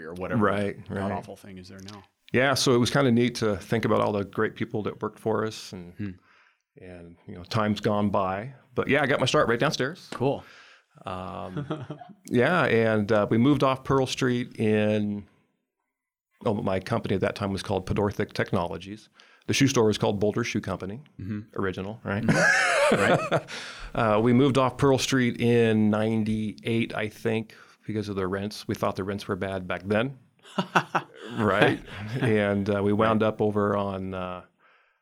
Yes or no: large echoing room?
no